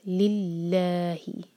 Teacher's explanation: تو اللہ تعالیٰ کے نام سے پہلے جو ورڈ ہے اس کے اینڈ میں اگر کسرہ آئے تو اللہ تعالیٰ کے نام میں جو لام ہے اس کو ہم لائٹ پڑھیں گے